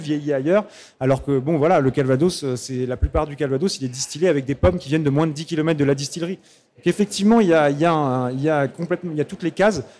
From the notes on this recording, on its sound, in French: sur la Scène Liquide Omnivore Food Festival 2021